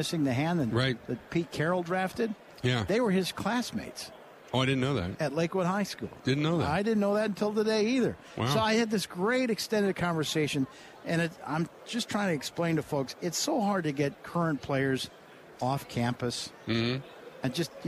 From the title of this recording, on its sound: Live From Super Bowl Radio Row